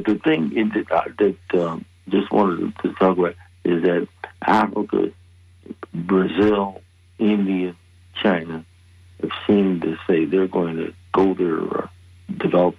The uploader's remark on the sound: unique magazine format call-in show